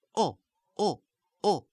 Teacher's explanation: The O loses the second stage of the diphthong. It's not O, O, but just O, O, O.